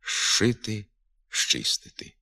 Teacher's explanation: Звук «з» перед звуками «ш», «ч» на початку слова змінюється у вимові на звук «ш».